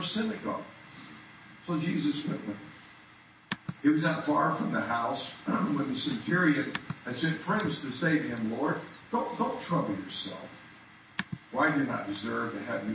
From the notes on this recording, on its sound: Men's Weekend 2013 Saturday Night - Audio. Poor Sound Quality.